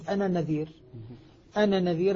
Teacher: النون مع النون التقت لفظا لكنها في الخط لم تلتقي